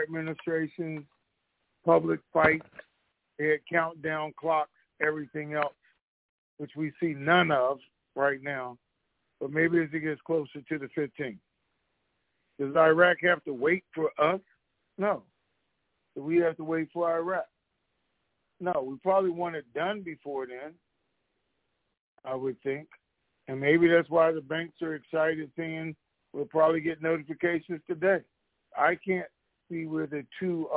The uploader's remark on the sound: Conference Call